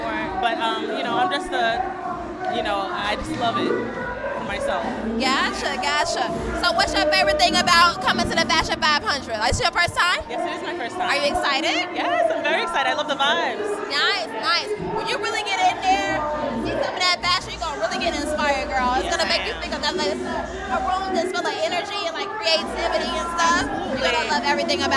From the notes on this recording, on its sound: LIVE from The FASHION 500 Gala. Short interviews with Honorees, Designers, and Fashion industry professionals!